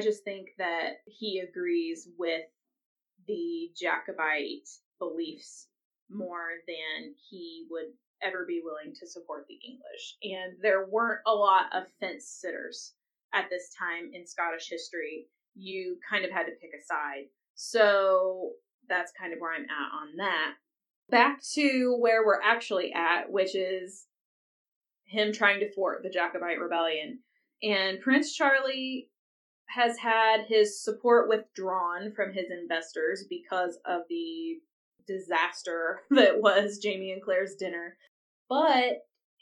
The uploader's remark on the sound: Sorry for the poor sound quality this week. IT issues were involved.